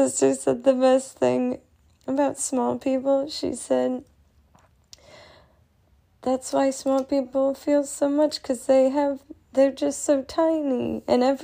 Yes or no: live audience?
no